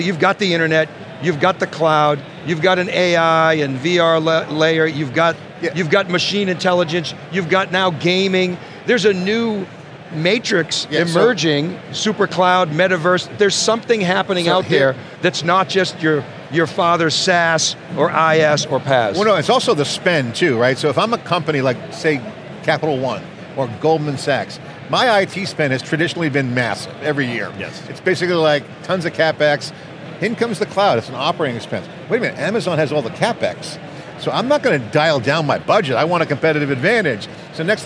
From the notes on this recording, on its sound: live from our coverage of AWS Summit New York 2022